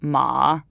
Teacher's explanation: then there's the dipping tone, ma